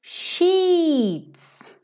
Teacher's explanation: se você não fizer esse som comprido, sheets, você vai falar shit